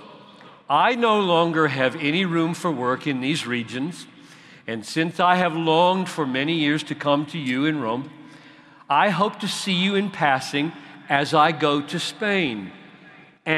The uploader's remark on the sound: At the CROSS Conference in Louisville, where thousands gathered to discern their call to the nations.